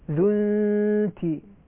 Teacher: النون مع التاء مرققة والغنة تتبعها